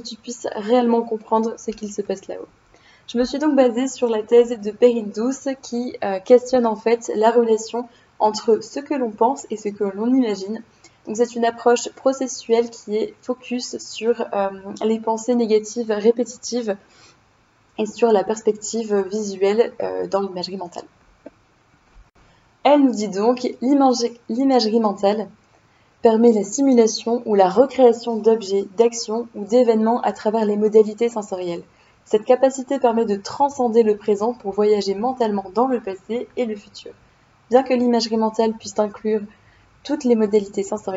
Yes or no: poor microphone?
yes